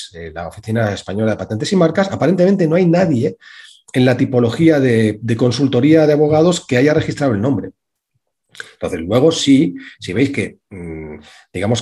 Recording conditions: video call